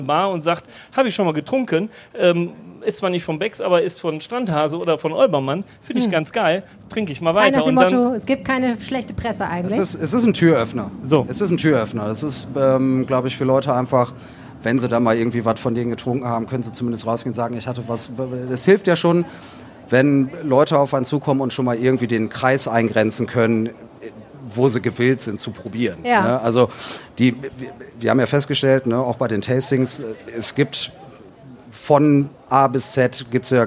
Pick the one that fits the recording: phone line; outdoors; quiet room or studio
outdoors